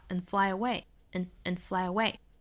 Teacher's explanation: Fly away 同样做连读加音 and 尾部的省掉